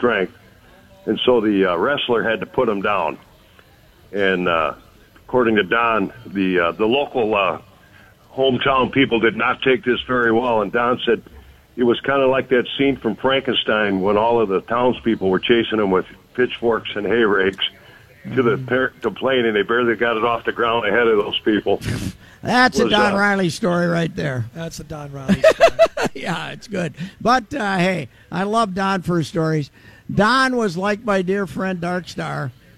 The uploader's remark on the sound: Day One at the Fair. Live from the State Fair.